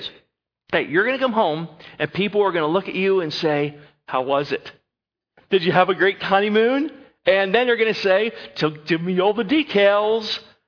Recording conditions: large echoing room